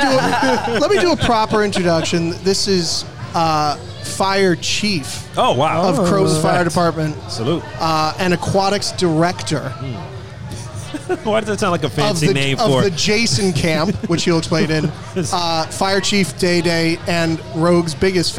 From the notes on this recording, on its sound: We spent the evening podcasting live from craft beer mecca, DeCicco and Sons in Brewster, NY. We spent the evening podcasting live from craft beer mecca, DeCicco and Sons in Brewster, NY. Joining us for a tap takeover was Diner Brew Company , Plan Bee Brewery, Industrial Arts Brewing. What you won't hear are the dedicated crew behind the bar who help organize this great event.